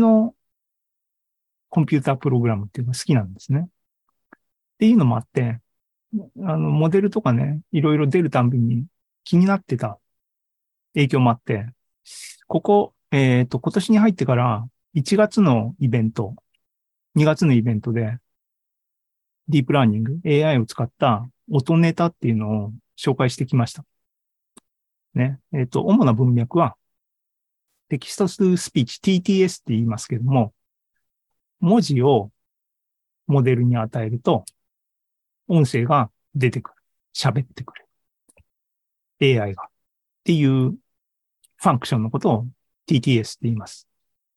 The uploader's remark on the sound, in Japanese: ZOOMライブの模様です。